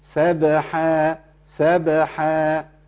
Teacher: نقلق الباء بس ما نحطش حركة لا فتحة ولا كسرة